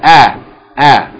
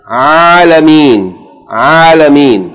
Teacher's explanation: They're both from the throat. Hamza is from the lowest part of the throat. Ayn is just above it. So they're almost from the same place.